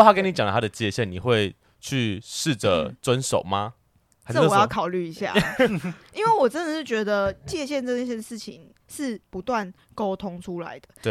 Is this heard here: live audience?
no